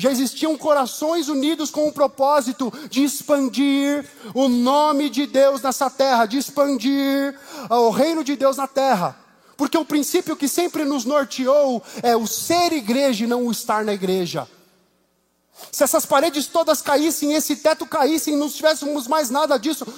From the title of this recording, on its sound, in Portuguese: Culto ao vivo IBMorumbi